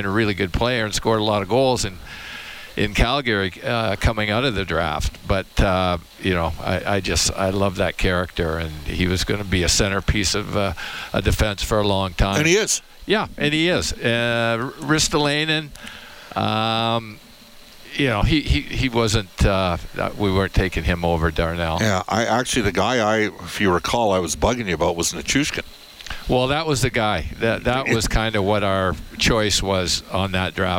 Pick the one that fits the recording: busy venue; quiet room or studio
busy venue